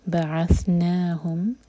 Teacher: ثم بعثناهم، مین پر غنہ، بعثناهم ثا کے لیے بھی ہماری زبان اوپر والے دانت پر ٹچ ہوتی ہے اور ٹپ باہر ہوتی ہے